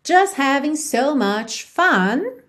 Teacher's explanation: a gente não ouve o T de just